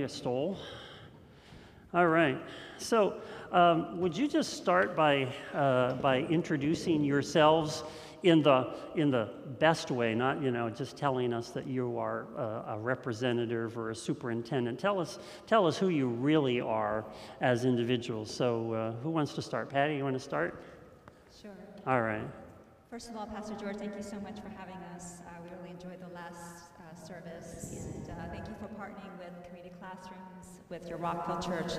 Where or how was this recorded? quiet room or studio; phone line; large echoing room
large echoing room